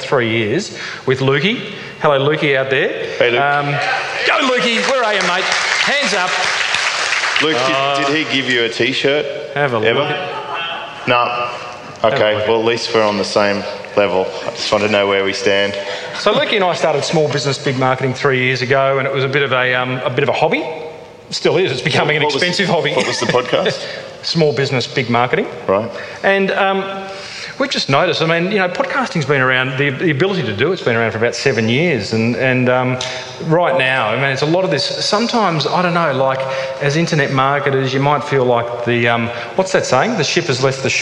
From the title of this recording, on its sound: LIVE at FWF3